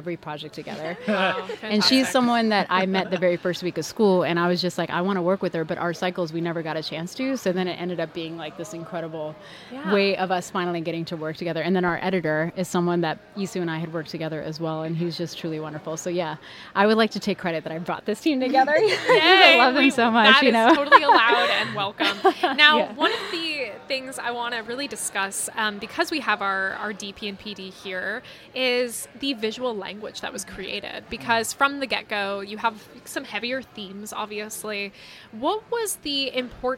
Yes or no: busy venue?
yes